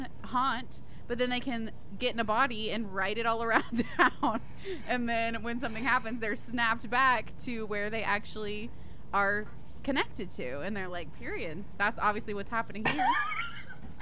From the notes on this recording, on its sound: The audio is just not that great in this episode and we’re sorry about that.